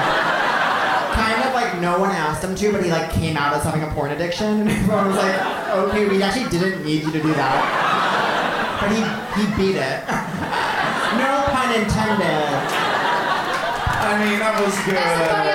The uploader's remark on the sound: Live From The Bell House